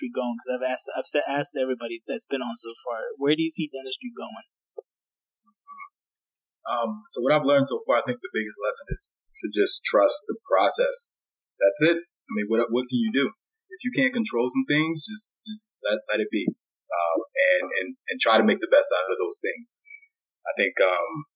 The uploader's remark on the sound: Sorry for the subpar audio quality.